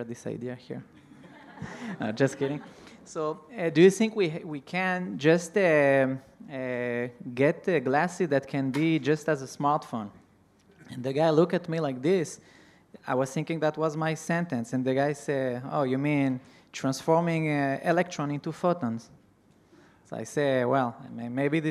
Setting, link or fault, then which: setting, live audience